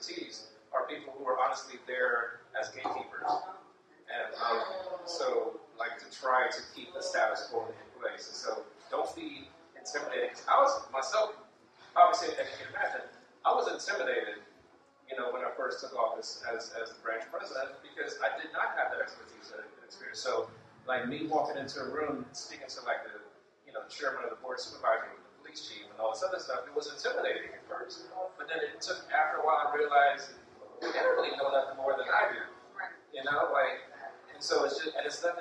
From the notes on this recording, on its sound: Life After the Impact LIVE from DC. Life After the Impact hosted its FIRST LIVE & IN PERSON event at Busboys and Poets in Washington DC.